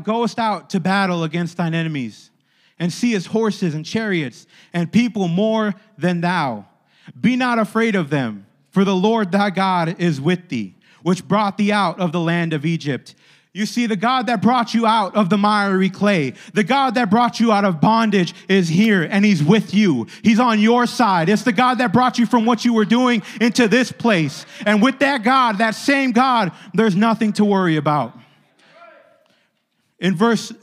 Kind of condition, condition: setting, large echoing room